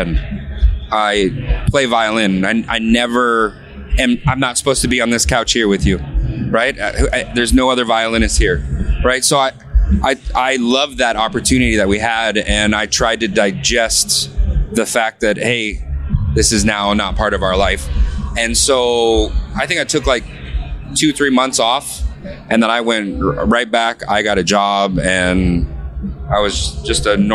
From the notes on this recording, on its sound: backstage Slam Dunk Festival 2023